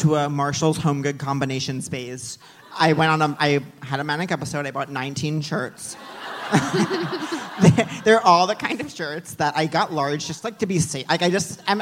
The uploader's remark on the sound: live on stage at The Bell House